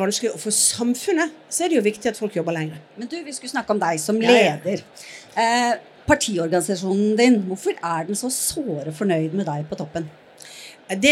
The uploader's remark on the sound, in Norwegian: Live fra NHOs årskonferanse. Det prøver vi å finne ut av i Den politiske situasjonen Live på NHOs årskonferanse 2024!